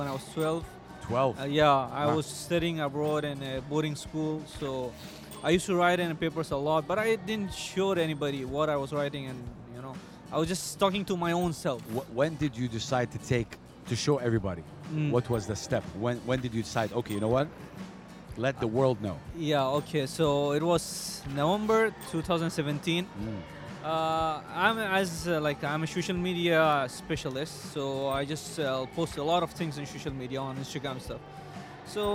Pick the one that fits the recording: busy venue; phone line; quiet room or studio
busy venue